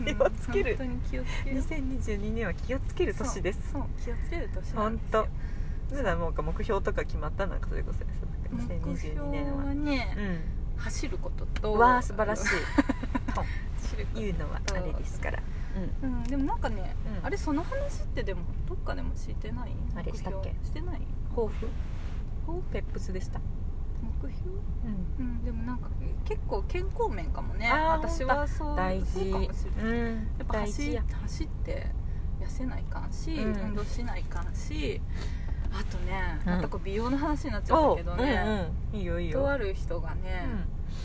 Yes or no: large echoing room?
no